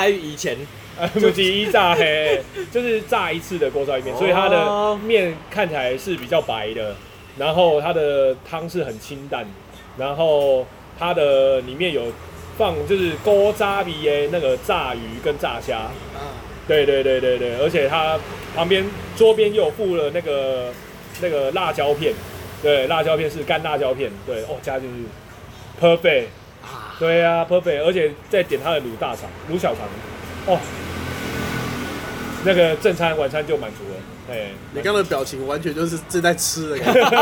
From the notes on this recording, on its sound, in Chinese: 錄音地點：牽咖啡 Chen Coffee